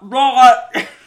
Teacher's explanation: Aussies replace the hard T with a short, almost guttural noise. Oh my god. Instead of the T sound.